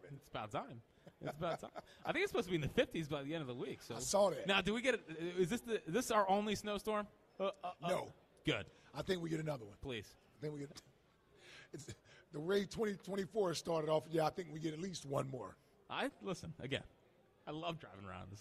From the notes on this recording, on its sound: live from Chickies in South Philly